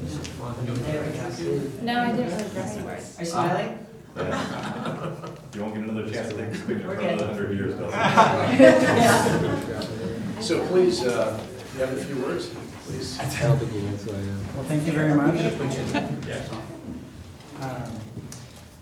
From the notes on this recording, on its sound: Live recording of the Astoria City Council Meeting.